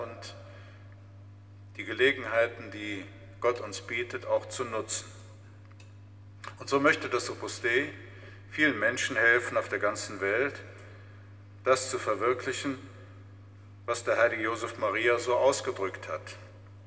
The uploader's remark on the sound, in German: Mitschnitt der Predigt aus St. Pantaleon.